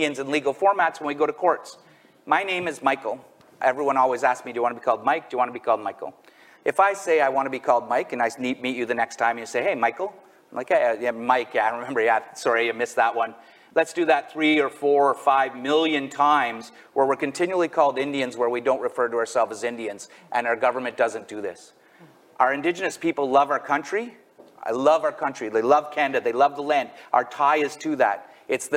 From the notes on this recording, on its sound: A Conversation from the 2023 Page Annual Conference. Our recent Annual Conference Panel.